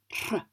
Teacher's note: There is also a letter which is RH, and that is a trilled R which is also aspirated